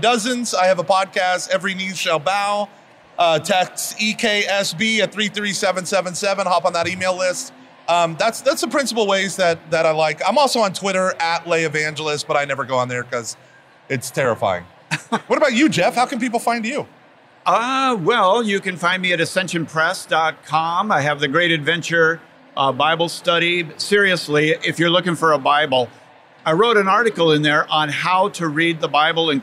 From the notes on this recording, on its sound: recorded at the SEEK24 conference